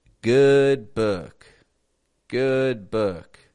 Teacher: Even though there's a lot of ooh, ooh sort of spellings in these two words, we're not going to pronounce an ooh. We're going to keep the lips neutral and just get an Good book.